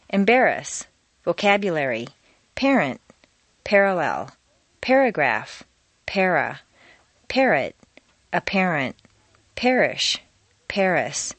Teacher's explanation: The R combination frequently sounds like er, as in embarrass. This sound is particularly clear on the West Coast.